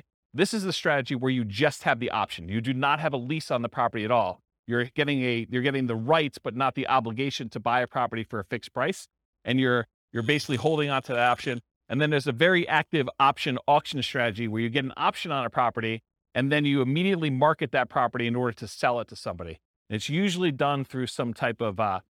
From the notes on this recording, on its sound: This was a live class recorded